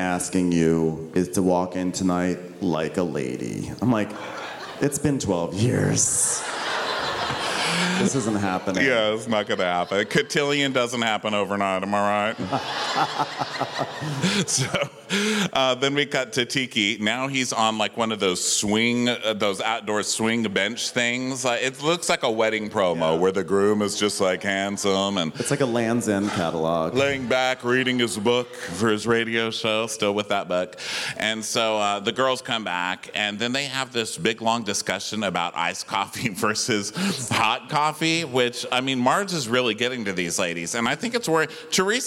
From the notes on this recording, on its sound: We're live from The House of Blues in Houston, TX